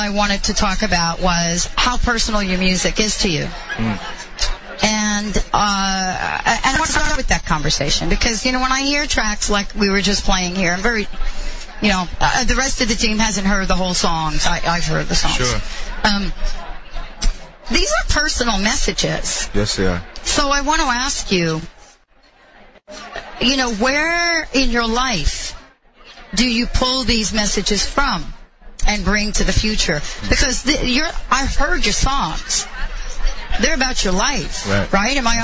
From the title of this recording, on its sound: Live at the NW Women's Show